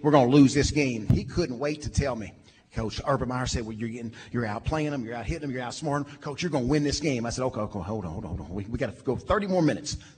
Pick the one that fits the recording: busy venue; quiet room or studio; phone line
busy venue